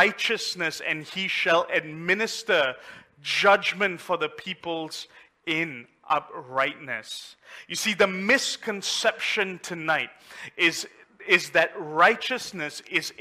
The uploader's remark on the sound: A message preached during our Mid week service